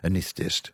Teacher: the S has kind of got reduced to almost nothing